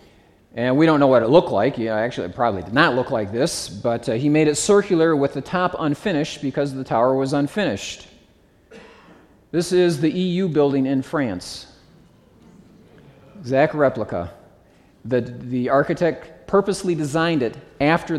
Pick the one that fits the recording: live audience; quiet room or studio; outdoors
live audience